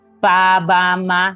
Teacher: sonidos bilabiales como pa, ba, ma